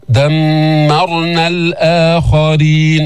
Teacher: ثم ميم مشددة، دمرنا الآخرين، كمان ميم مشددة في غنة بينة حركتين